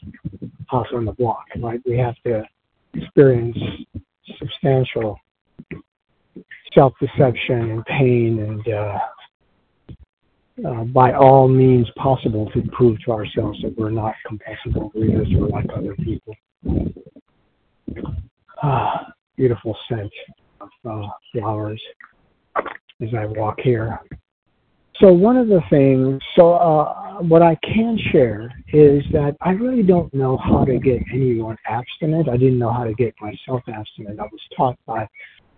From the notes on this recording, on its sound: 100 Pounders Phone Meeting